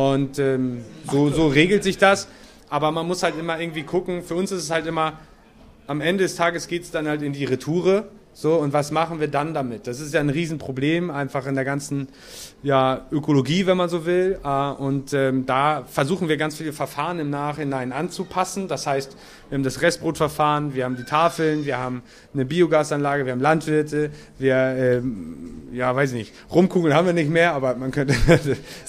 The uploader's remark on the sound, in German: Live-Podcast auf dem Mühlenfest. Eure Fragen direkt Live auf der Bühne beantwortet.